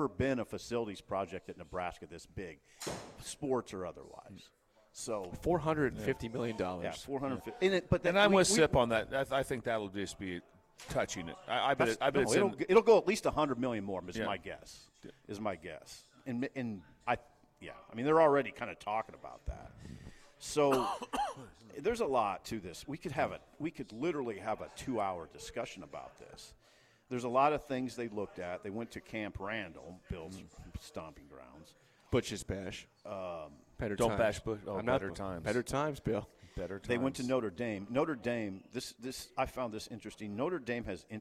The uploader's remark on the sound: We are LIVE from Double Eagle Golf